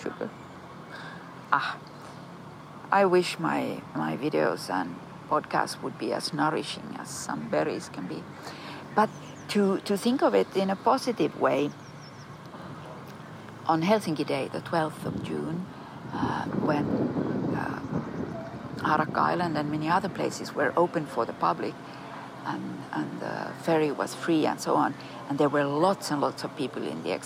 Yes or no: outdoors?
yes